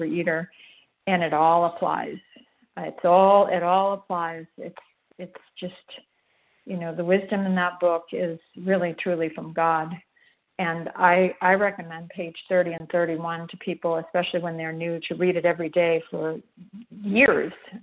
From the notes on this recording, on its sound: 100 Pounders Phone Meeting